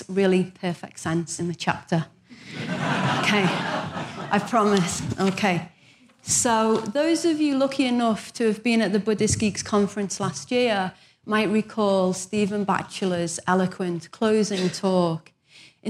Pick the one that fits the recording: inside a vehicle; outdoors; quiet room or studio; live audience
live audience